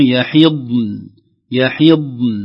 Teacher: الضاد من مخرجها باستعلائها واستطالة اللسان ودون قلقلة